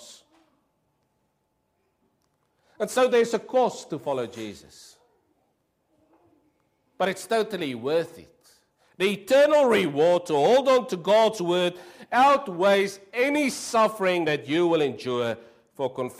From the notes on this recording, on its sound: Preached 06/08/23 AM service